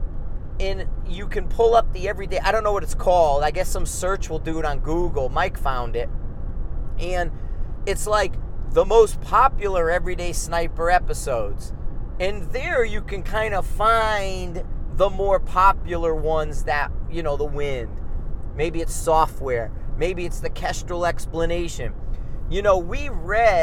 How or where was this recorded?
inside a vehicle